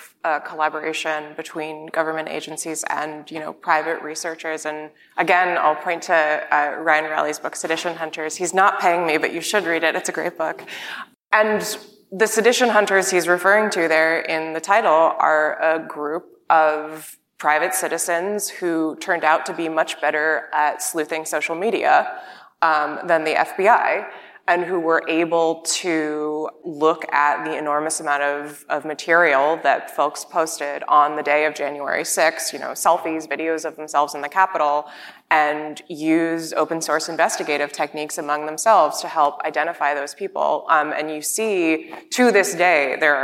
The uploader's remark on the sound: In front of a live audience at the Knight Foundation's INFORMED conference in Miami, Florida